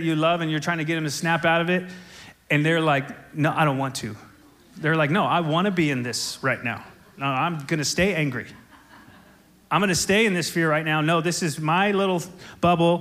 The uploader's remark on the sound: SOZO Church, Belfair Washington.